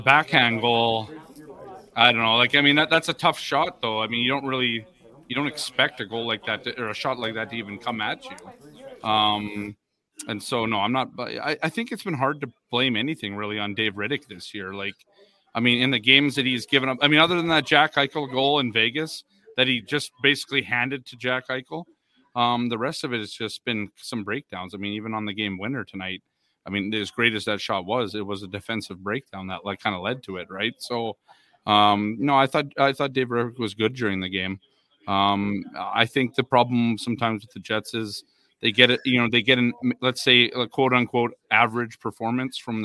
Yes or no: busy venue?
yes